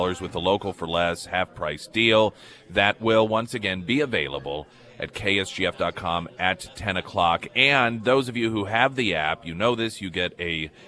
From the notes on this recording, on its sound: live at Scramblers Diner